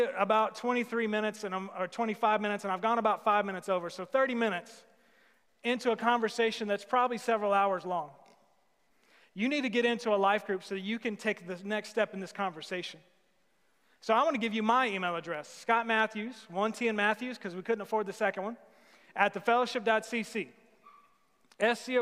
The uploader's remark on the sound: Sermon series at The Fellowship at Two Rivers. Recorded live on August 16, 2020.